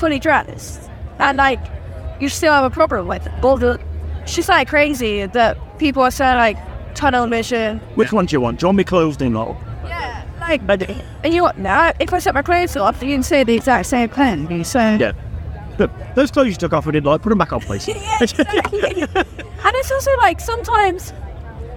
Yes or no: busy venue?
yes